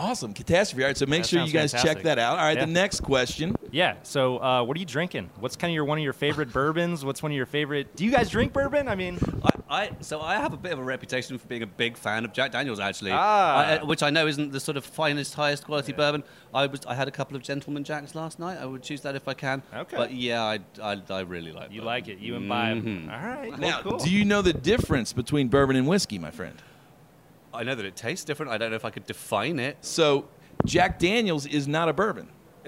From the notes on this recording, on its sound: Adobe at NABshow 2016. Live from the NABshow floor.